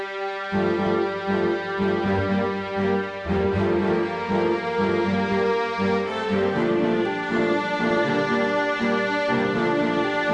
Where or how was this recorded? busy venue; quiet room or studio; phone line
quiet room or studio